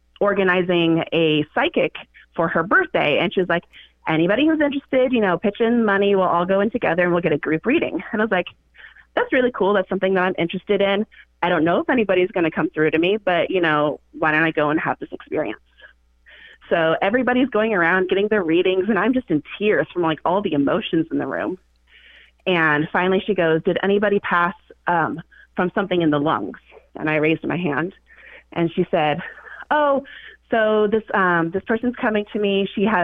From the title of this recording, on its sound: Listener Phone Call Extravaganza